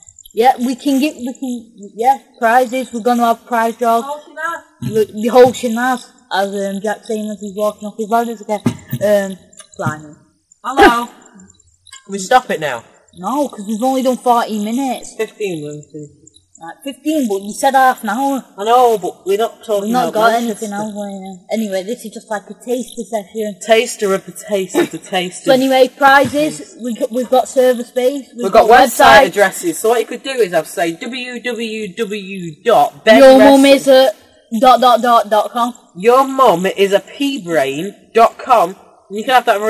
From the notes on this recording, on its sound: We had a few problems with our mics so it took a while for us to get used to the one we were using. Sorry for poor sound quality.